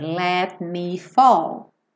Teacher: No que eu ia fazer o T, já fechei pro M.